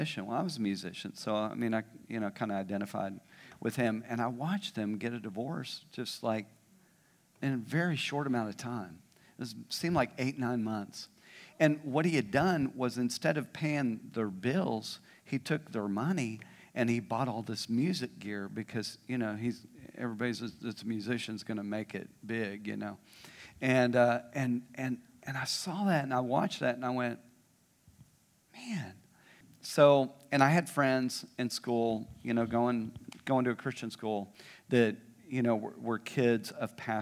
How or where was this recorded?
large echoing room